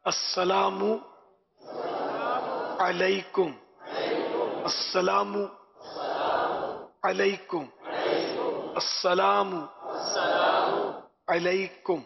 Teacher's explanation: سلام کا تلفظ ہے السلام علیکم، میم پر پیش ہے، میم کے بعد واو نہیں ہے، لکھنے میں لوگ واو لکھتے ہیں، اسلام لکھتے ہیں، الف